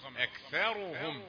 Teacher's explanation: خلي الثاء رقيقة، أكثى ثم تأتي الراء مفخمة